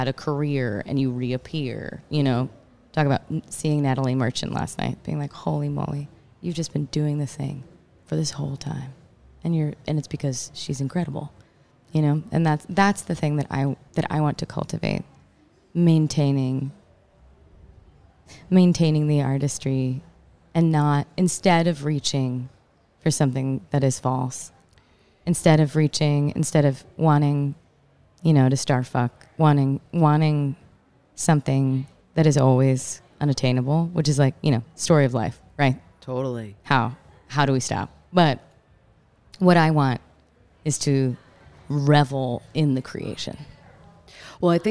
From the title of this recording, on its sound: Live at Newport Folk Festival